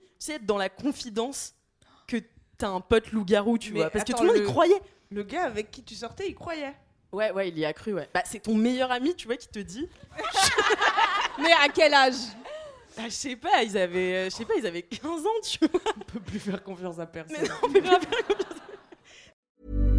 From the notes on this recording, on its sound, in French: Enregistré en public à l'Apollo Théâtre.